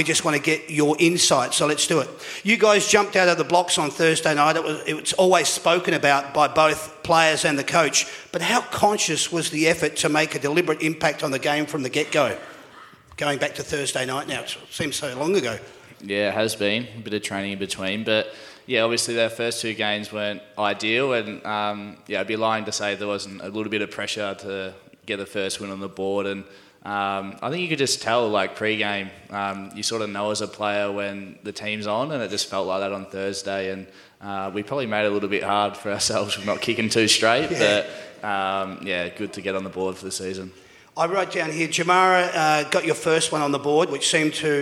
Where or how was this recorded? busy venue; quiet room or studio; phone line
busy venue